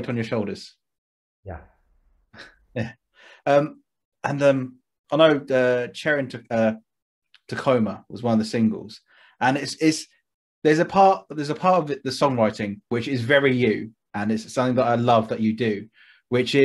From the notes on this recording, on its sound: Via the power of zoom for some quick fire questions.